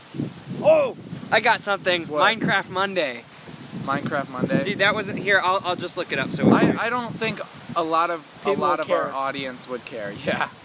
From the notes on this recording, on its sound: Sorry about the wind.